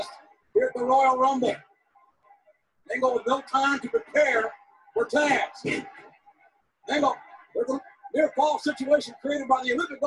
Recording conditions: video call